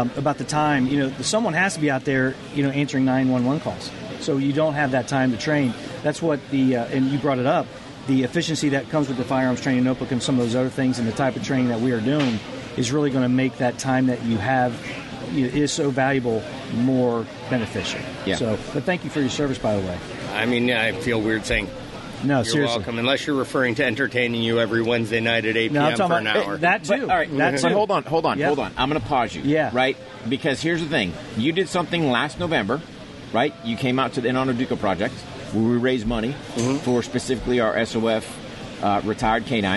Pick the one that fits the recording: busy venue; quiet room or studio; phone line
busy venue